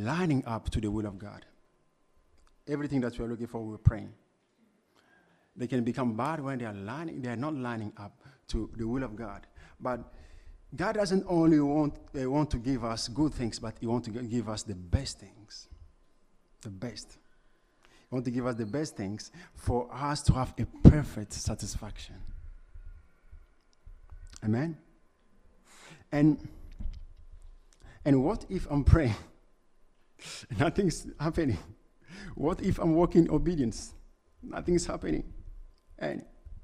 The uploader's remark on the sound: Preached at LCC Sunday Service.